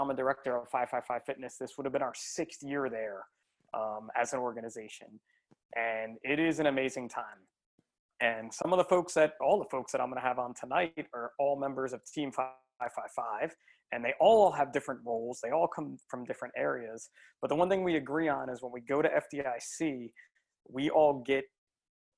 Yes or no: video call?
yes